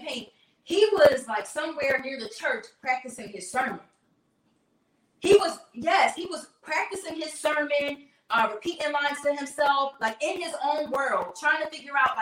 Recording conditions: poor sound quality